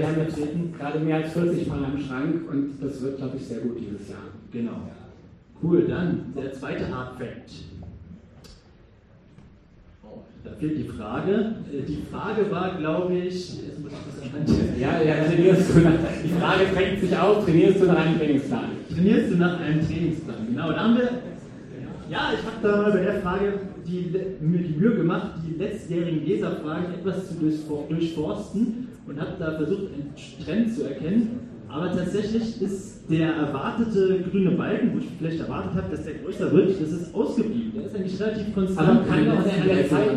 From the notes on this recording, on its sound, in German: Ein Audiomitschnitt der TRAIL-AWARDS im Feierwerk München. Live-Podcast.